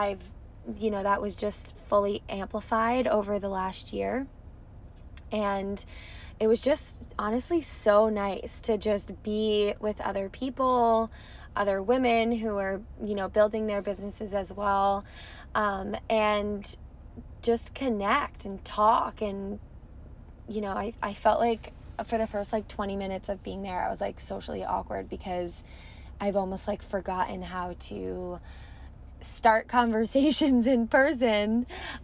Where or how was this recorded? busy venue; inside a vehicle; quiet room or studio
inside a vehicle